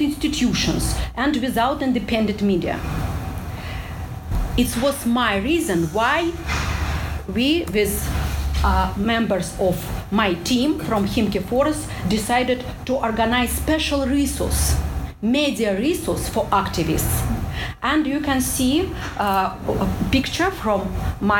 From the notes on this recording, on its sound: This talk took place on October 21, 2019 at the University of Washington's Henry M.